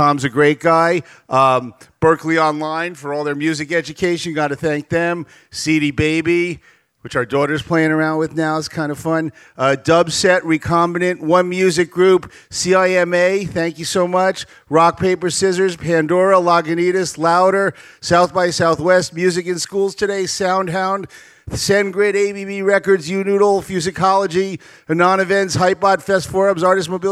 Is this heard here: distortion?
no